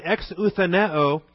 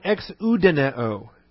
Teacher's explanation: And so there's a synonym between exoutheneo and it's called exoudeneo. And all you do is you substitute a D for the TH.